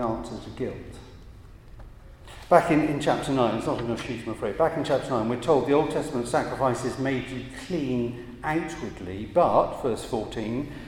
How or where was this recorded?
large echoing room